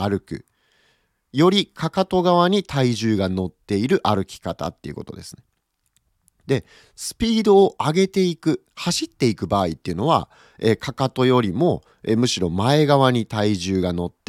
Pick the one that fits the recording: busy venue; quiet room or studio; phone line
quiet room or studio